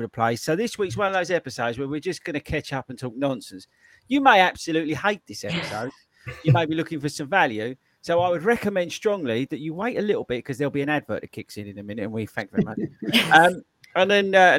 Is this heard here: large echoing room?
no